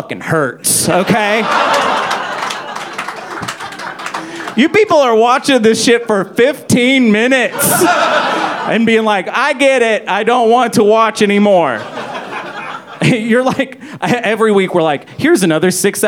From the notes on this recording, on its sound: This episode was recorded LIVE at the Helium Comedy Club in Indianapolis, IN during the week of GenCon 2023!